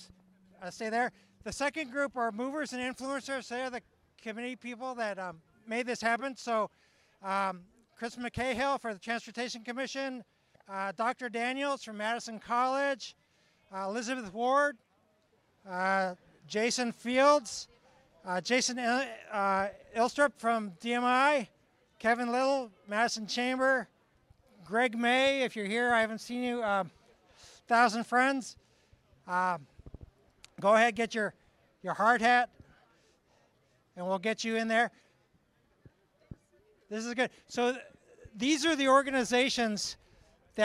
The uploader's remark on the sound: News Conference. Bus Rapid Transit Ground Breaking.